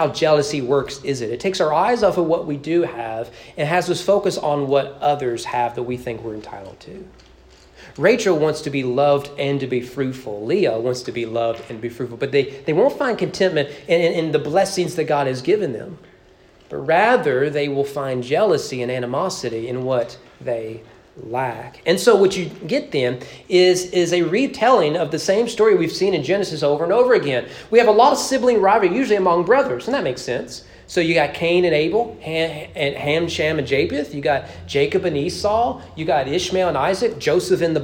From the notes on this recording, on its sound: Sermon preached at East Frankfort Baptist Churh on Decembe 12, 2021 during morning worship.